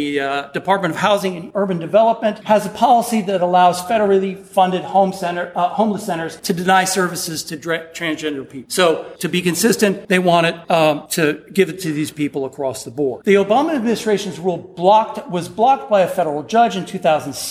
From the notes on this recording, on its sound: Recorded at the 2019 annual meeting of the Southeastern Association of Law Schools during a panel reviewing the year in healthcare financing.